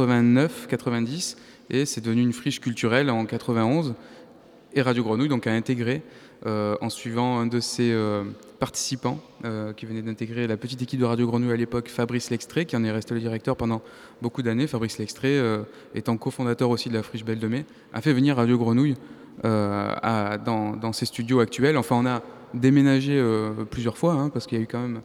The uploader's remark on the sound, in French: Émission réalisée en public et en direct depuis le Centre d’art Passerelle de Brest, pour le 18ème Festival Longueur d’ondes, à l’occasion des 40ans de la création de Radio Grenouille.